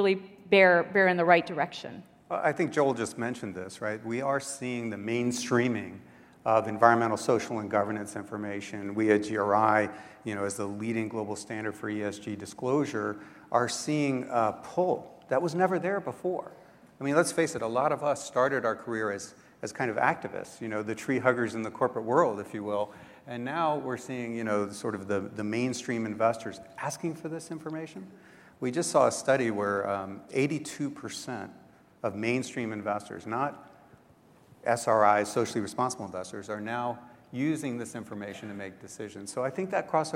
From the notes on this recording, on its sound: The best of live interviews from GreenBiz events.